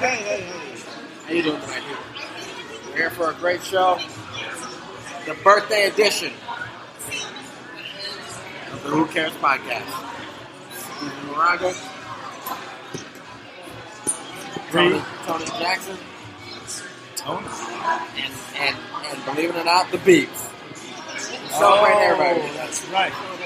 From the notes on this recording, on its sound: Live at the Old Crow in Hunting Beach